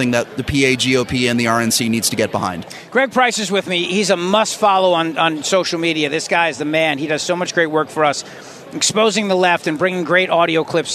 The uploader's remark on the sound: broadcasting live from CPAC in Washington D.